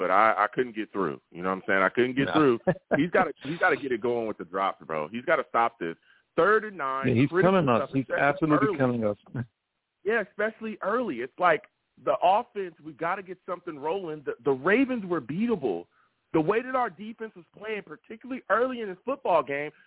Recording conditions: phone line